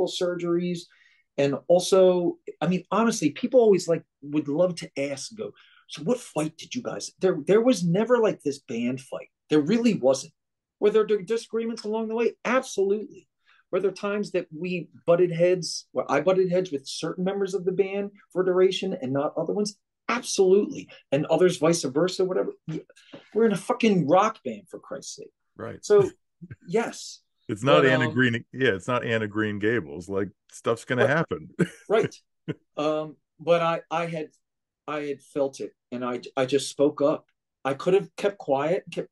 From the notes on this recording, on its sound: Zoom conversation